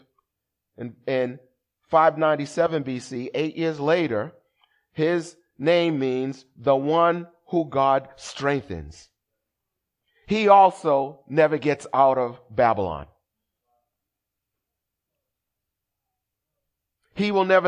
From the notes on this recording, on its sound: Recorded at the 8:30am Service on 2017-04-30.